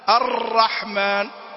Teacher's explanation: ولذلك هم قالوا في التكرير ارتعادوا طرف اللسان عند النطق بالحرف، ارتعادوا طرف اللسان، لكن عند المخفف يرتعد ارتعادة واحدة، وعند المشدد انه بزنة حرفين يرتعد ارتعادتين فقط